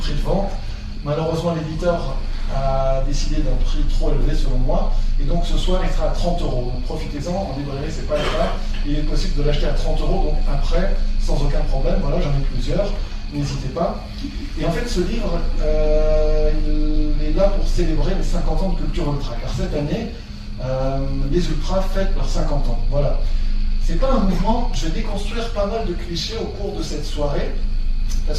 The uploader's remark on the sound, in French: Version audio de la conférence. Au Centre de la Vieille Charité, Marseille en octobre 2018.